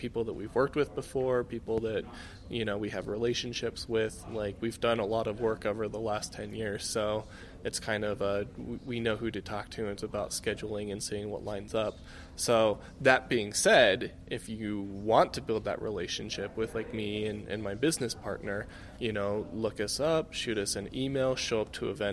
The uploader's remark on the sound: This scrapisode is clipped from my “on the street” interviews at the 2019 Utah film festival.